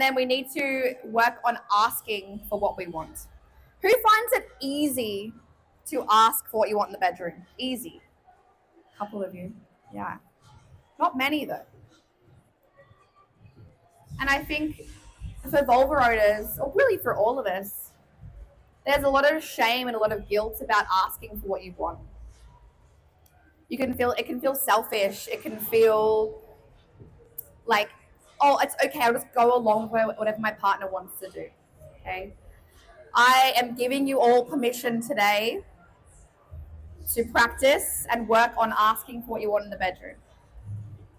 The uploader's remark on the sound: Live from LoveX Brisbane!